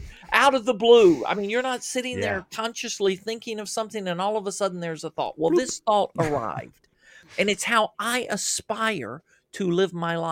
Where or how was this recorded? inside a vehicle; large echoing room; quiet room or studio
quiet room or studio